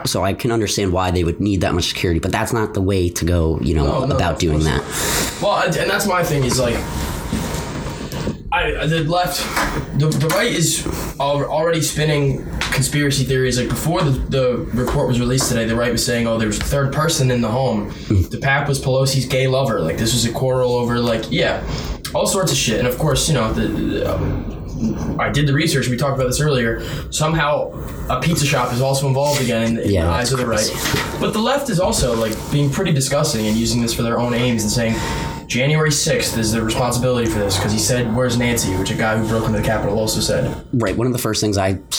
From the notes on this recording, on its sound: Audio quality is subpar due to the main mic losing power.